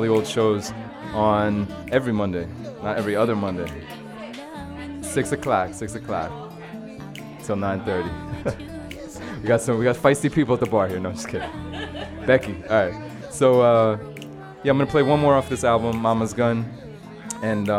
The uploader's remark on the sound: Originally broadcast live on November 21, 2016 from the storefront of The Late Late Bar on Houston Street in New York City